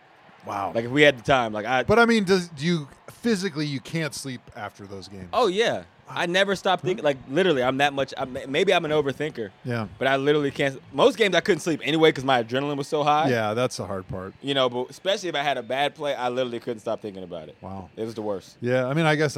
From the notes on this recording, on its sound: live at the Cleveland Indians game